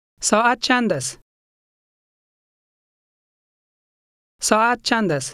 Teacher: Here, Ein functions as an initial letter. It's preceded by a short pause or glottal stop.